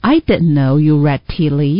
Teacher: read 的这个的的音跟 tea 连在一起呢我们就省略这个的的音